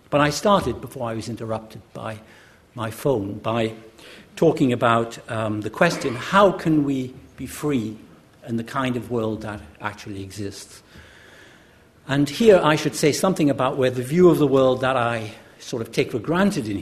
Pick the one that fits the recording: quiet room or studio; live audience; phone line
live audience